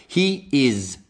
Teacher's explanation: questa S è un po' leggermente come una Z per voi